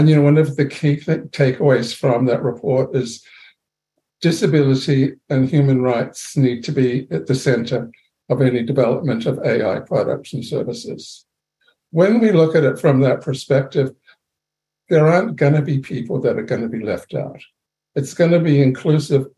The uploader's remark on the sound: a special online seminar recorded Tuesday, 27 June